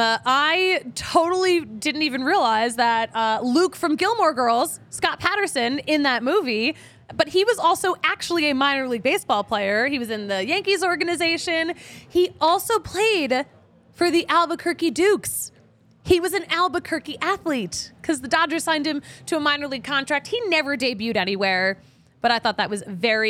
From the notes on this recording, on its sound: recorded LIVE at the DNVR Bar at Colfax & York!